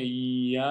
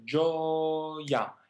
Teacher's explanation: Sì, è una I molto veloce, è una consonante. · Shown in: second take · Si considera consonante anche in italiano. · Term: I consonantica